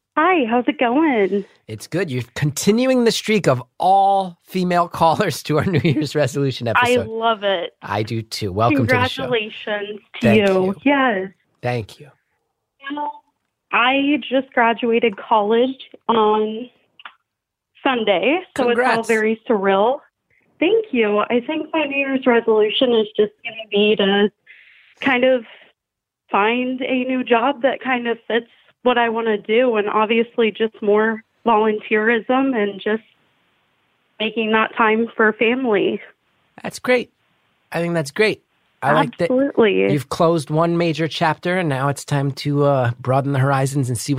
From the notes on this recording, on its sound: Listeners (and a couple special guests) called in for a series of brief one minute calls